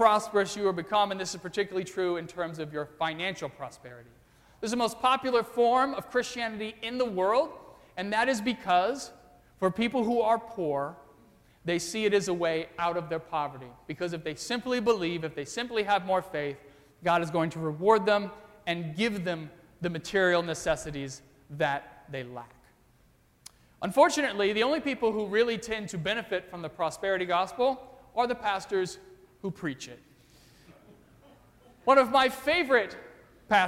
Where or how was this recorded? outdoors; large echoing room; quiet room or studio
large echoing room